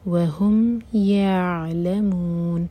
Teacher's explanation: عین ساکن پر تھوڑا ٹائم دیں گے تاکہ جھٹکا نہ ہو اور ان میں نون کو ساکن کریں گے تو مد عارض للسکون.